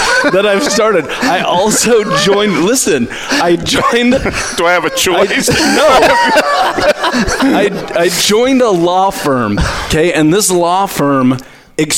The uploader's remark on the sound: Live from the VeraSage Symposium. This episode is a live broadcast from the Symposium and will feature Guest conversations from other VeraSage Fellows.